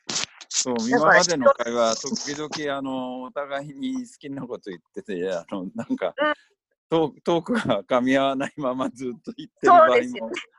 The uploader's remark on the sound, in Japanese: 今回は三密を避けるために、ZOOMによるリモート収録でお届けします。